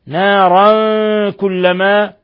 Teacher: تنوين فتح جاء بعده الكاف إخفاء حقيقي